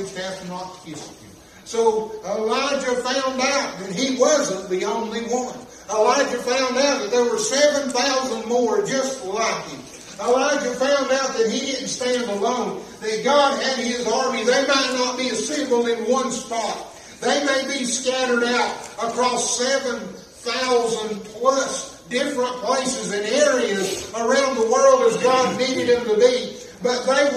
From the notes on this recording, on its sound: This message was preached at Chestnut Grove Baptist Church in Little Switzerland NC